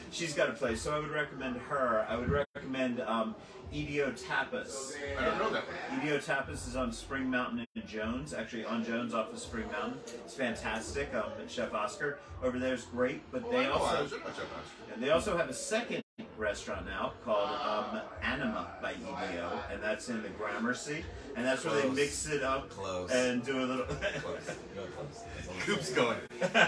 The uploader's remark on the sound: Live at the Peppermint Hippo!